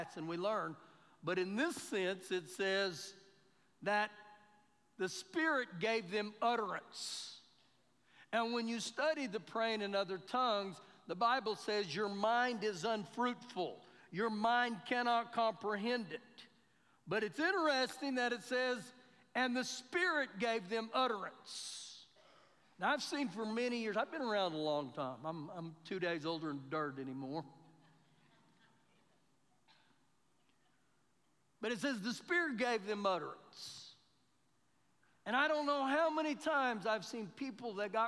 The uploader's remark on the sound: Recorded live during our Sunday morning service